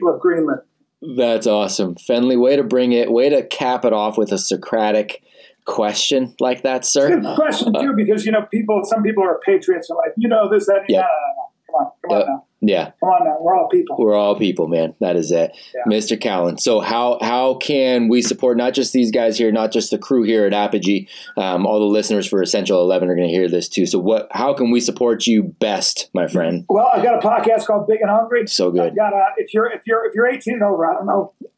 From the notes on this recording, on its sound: I messed up. As a result, the audio quality of today's episode is not up to par with what it usually is.